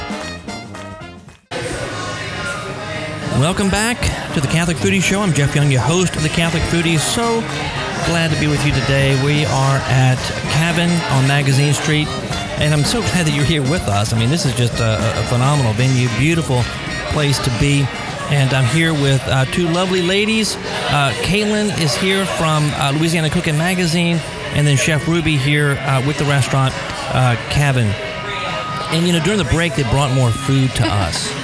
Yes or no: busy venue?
yes